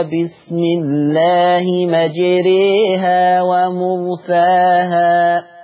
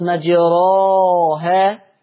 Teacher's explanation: شوفوا الكلام، مقلتش مجراها، مقلتش مجريها، لا أنا جبتها فتح خالص مجراها، ولا أنا جبتها ياء خالصة زي ما في ناس بيقولوا مجريها ويعملوا كده، لا، اسمها إمالة كبرى. يعني إمالة كبرى أقرب إلى الياء، الالف تبقى قريبه للياء · Shown in: first take · قريبه، شوفوا كلامي، قريبه، ما بقتش ياء، ما بقتش انا قريب من فلان لكن لسه ما رحتلوش.